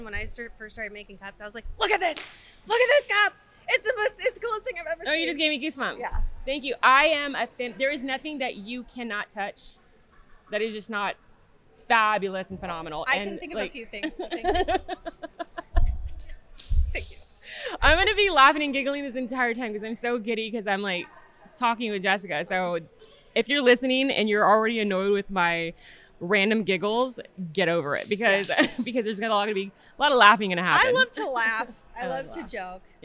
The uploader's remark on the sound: Recorded in Atlantic City during the Great American Craft Expo.